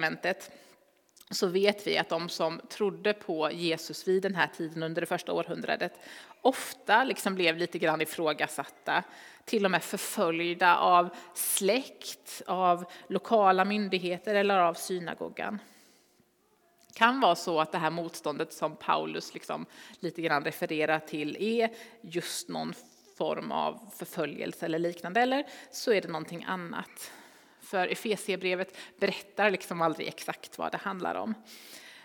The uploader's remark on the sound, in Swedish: Inspelning från Immanuelskyrkan Skövde.